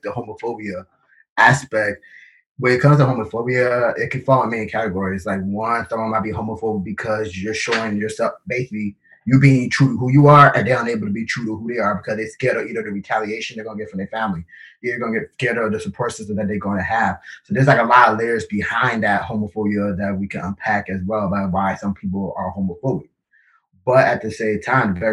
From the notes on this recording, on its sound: In this episode I host a Zoom session. With 6 important Black men in my life.